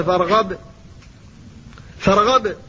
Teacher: فإذا قلت والعاديات ضبحا ضبحا فالباء هنا ساكنة ولكن سكونها في غير الوقف فتظهرها لكن إظهارها أقل من إظهارها في الوقف فيما لو قلت فإذا فرغت فانصب وإلى ربك فارغب فارغب أظهرتها تمام الإظهار قلقلة هنا ظاهرة جدا لأن المقلقل ساكن في الوقف